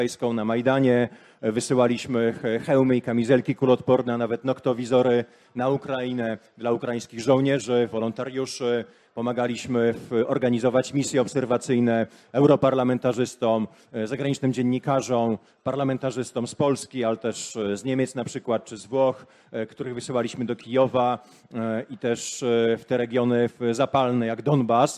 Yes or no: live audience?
yes